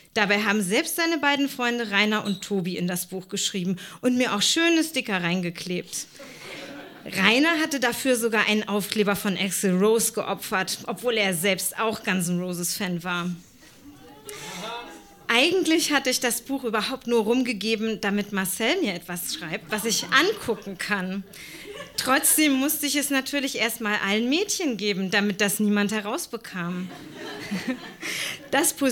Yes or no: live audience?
yes